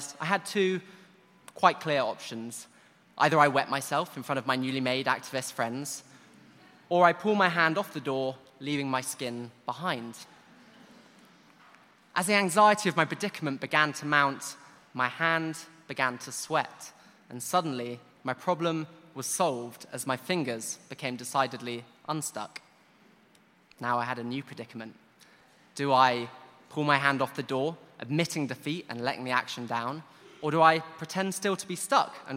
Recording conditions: live audience